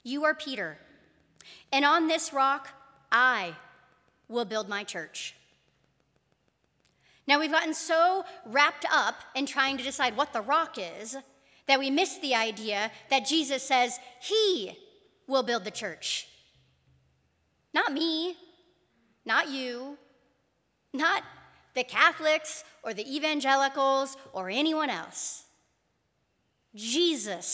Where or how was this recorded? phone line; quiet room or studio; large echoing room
large echoing room